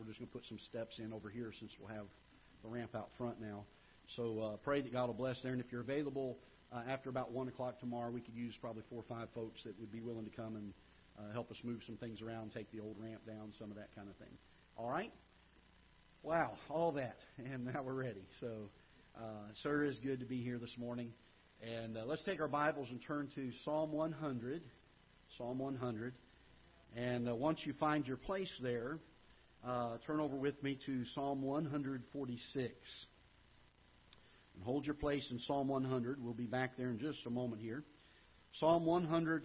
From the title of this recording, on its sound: Ketha Heights Baptist Church ~ Live Broadcast